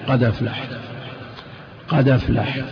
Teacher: تنقل حركة الهمزة إلى الدال